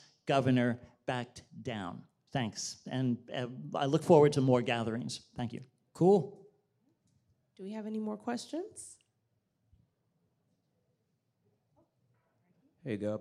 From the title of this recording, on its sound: Sustainable Culture Lab Launch Event -- Live Podcast